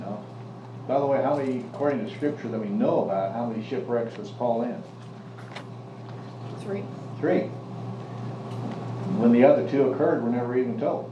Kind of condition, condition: setting, live audience